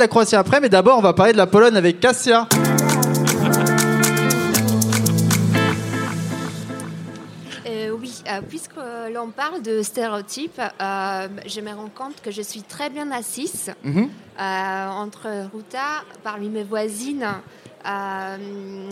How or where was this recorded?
busy venue